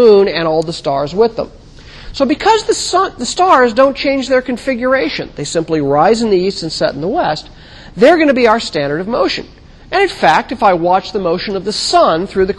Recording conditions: large echoing room